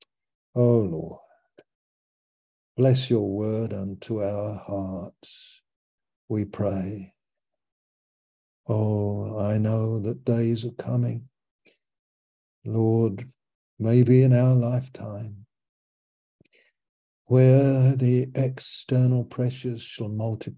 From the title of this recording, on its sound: Malaysia Meets (Zoom)